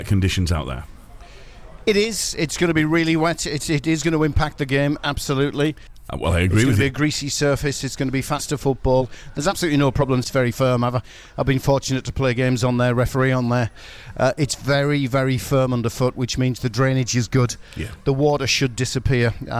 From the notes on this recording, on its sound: Our first MatchDay LIVE brings the full fans build up to the Ipswich game LIVE from the 6 Medals.